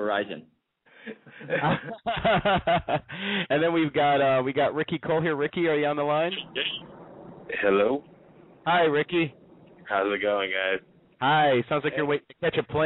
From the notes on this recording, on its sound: Live on the phone. We will have on the line BATTLE-B-BOY's director.